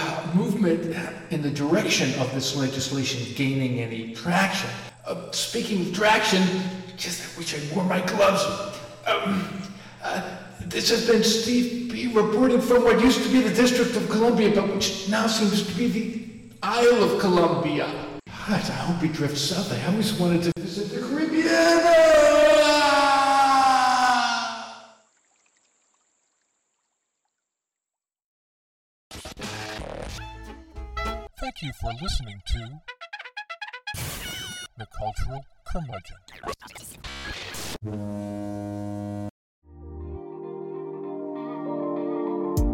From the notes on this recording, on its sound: We start this season with dispatches from the road. The audio quality of the interview is less than stellar.